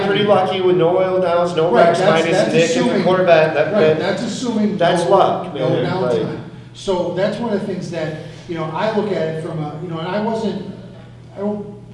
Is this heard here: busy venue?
yes